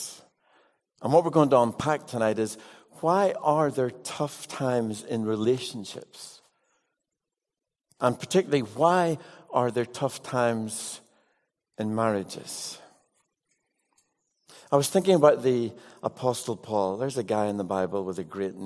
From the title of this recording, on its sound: with live Q&A